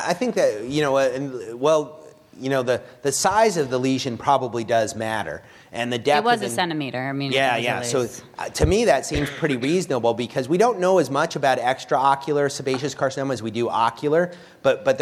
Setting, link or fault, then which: setting, live audience